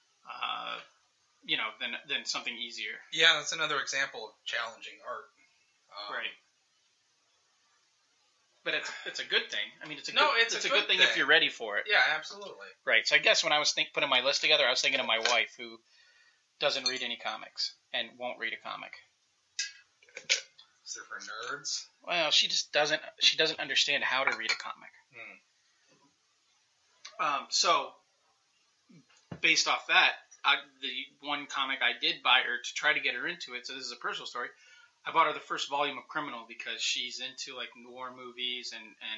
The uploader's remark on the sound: At his home office. There are some audio difficulties in this episode as we still need to tweak our “live” recordings.